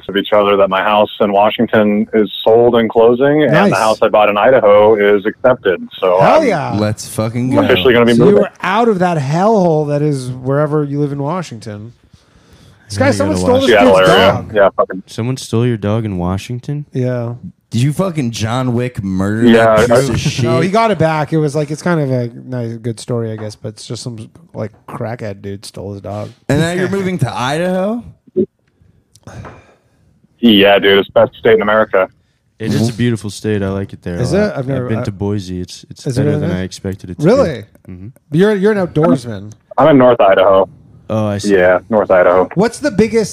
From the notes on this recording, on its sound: The Bathhouse is a live call-in show recorded from the green room of The Stand one of New York City's best comedy clubs.